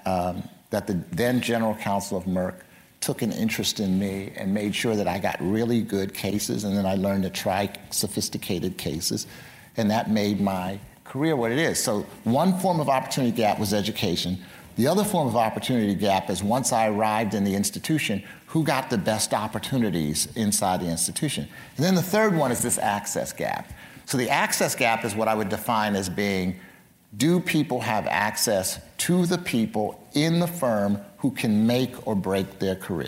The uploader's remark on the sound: Stanford GSB’s View From the Top is the Dean’s premier speaker series. During student-led interviews and before a live audience.